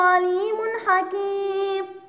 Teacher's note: أتى حرف الحاء بعد التنوين، والحاء كما نعلم أن الحاء من حروف الإظهار للست، إذن سننطق بالتنوين ظاهرة